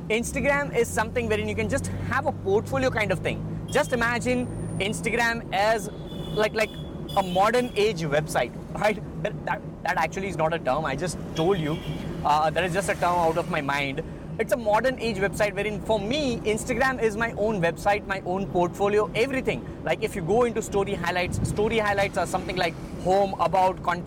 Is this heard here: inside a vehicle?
yes